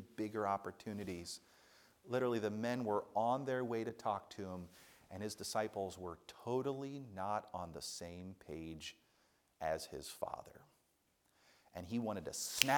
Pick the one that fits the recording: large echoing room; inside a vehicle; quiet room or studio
large echoing room